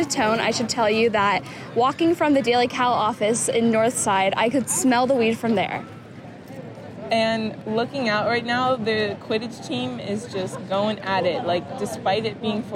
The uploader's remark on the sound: report live from the event